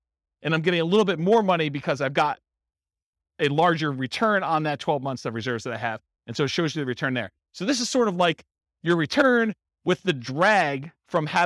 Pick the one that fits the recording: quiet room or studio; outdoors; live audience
live audience